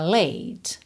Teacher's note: O E final não é pronunciado, por isso tá pintadinho de cinza, você termina o som nesse T, consoante oclusiva